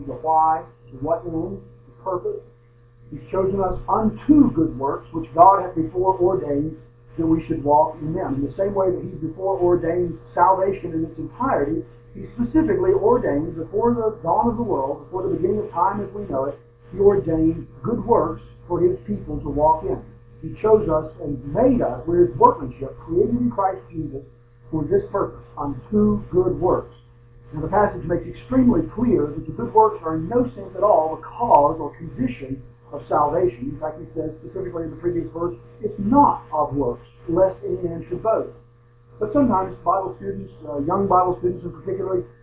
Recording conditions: poor sound quality